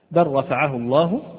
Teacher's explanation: للتقارب أي هناك تقارب إما في الصفة وإما في المخرج وإما في الاثنين معا. فاللام والراء نلاحظ قرب شديد بينهما في المخرج · تدغم مع الراء للتقارب · Term: إدغام